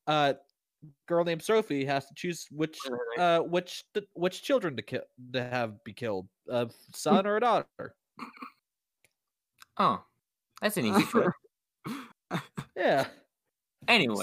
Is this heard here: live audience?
no